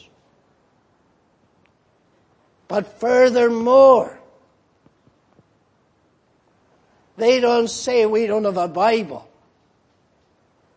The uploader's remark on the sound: Preached in Grafton. At the Lord's Day Morning service on 31st March, 2019.